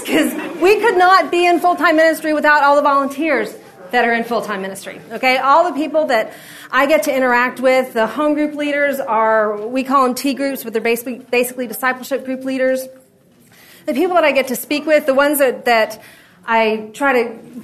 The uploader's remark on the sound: This episode is from Discipleship for Women, recorded at the National Disciple Making Forum.